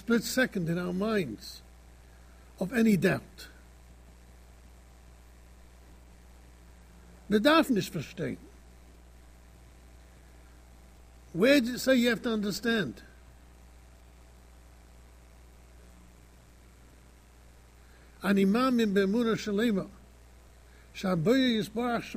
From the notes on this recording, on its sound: Shiur recorded in Yeshivas Ohr Reuven, Monsey, NY.